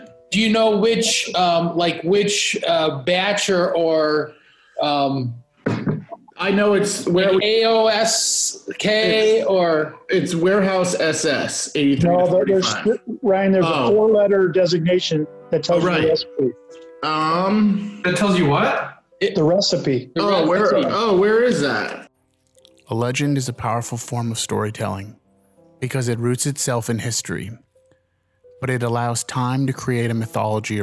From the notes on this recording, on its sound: We gather on the phone.